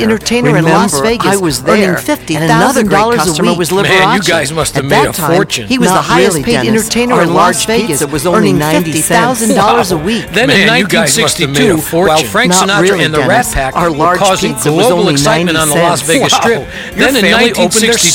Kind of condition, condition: setting, busy venue